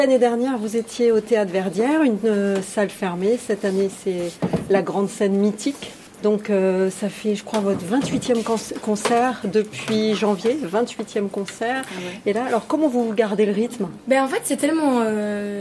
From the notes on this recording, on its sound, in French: une conférence de presse avec la star de la pop culture